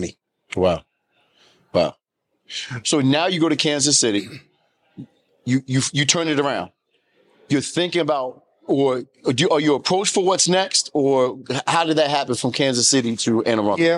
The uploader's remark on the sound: Welcome to a special live episode of the "One Door at a Time" podcast. Recorded at the prestigious National Alliance of Black School Educators (NASBE) conference.